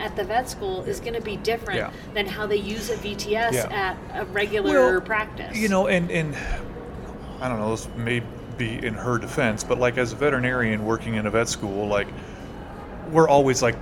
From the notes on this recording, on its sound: We recorded it LIVE with her at IVECCS in Denver last month! You'll hear some different sounds as we were literally in a hallway and a couple people stopped by the table to say "hi" not realizing we were recording!